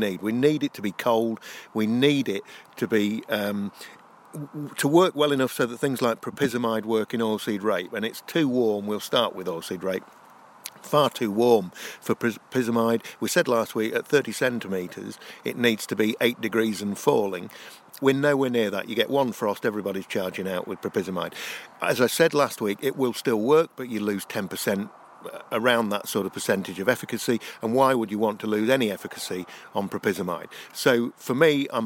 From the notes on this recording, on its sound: Highlights from the East of England Farming Conference